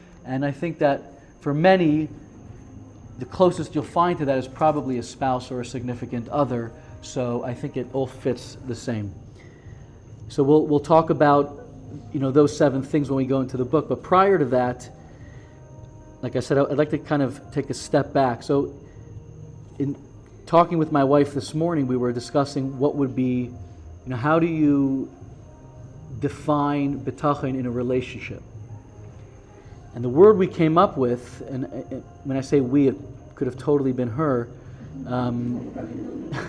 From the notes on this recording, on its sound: Live, Parkland Florida.